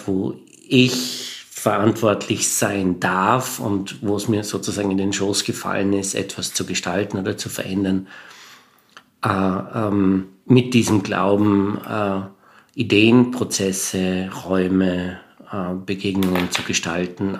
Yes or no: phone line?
no